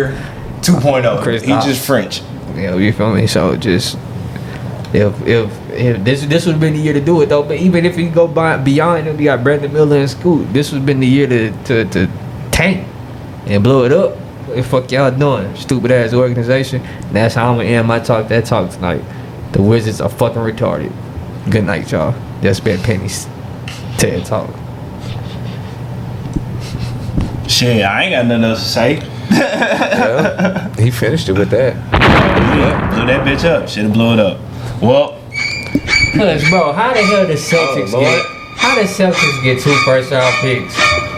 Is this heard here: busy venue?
yes